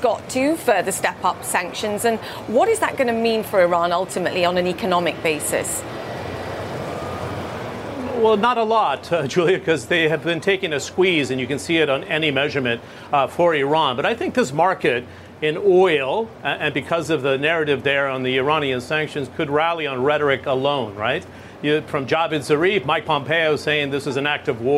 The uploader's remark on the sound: live from the New York Stock Exchange